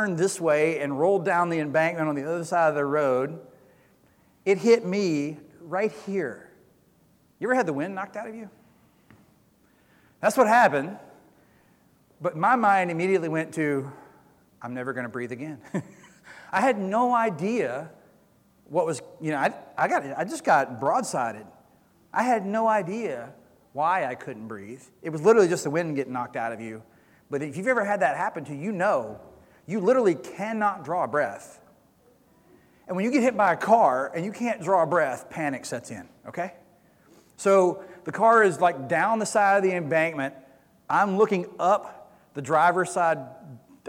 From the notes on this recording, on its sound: Recorded sermon from Easter Sunday April 17, 2022.